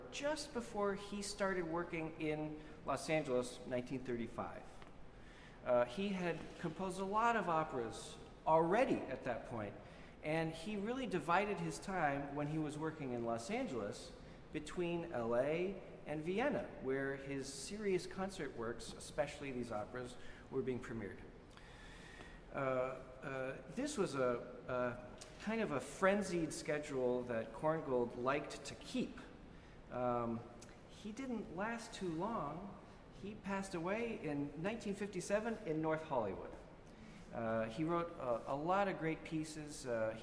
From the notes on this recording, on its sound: This event was streamed live from the ASU California Center in Los Angeles, CA